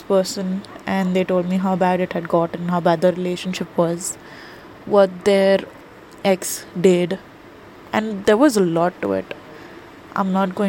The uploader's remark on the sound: I'm sorry for the quality on these cause I'm recording them on my phone.